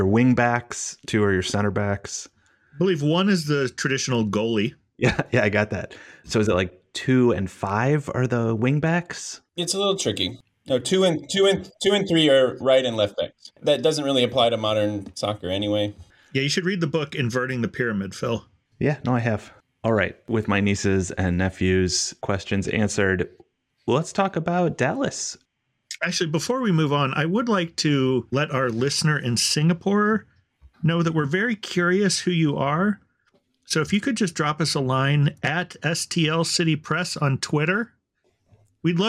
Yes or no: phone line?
no